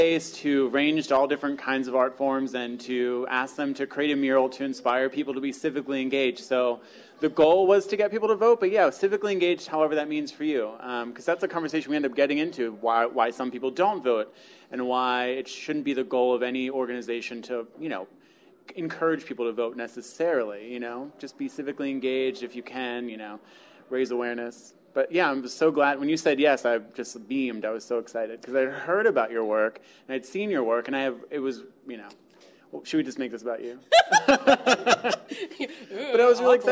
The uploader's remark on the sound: Artblog's very first live podcast recording took place June 20 at the amazing Tattooed Mom on South Street